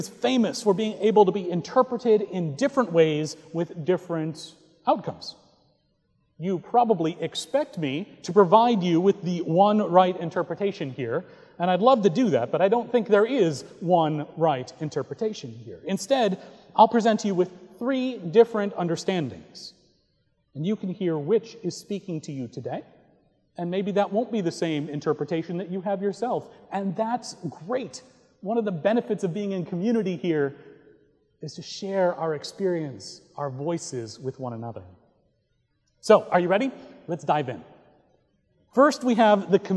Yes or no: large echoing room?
yes